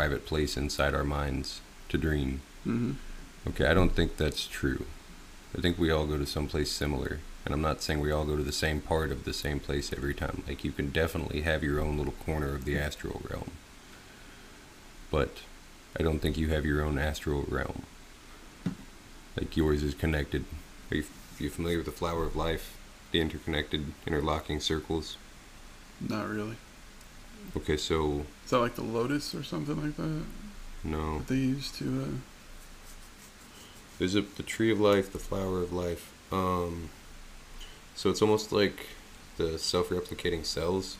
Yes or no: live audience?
no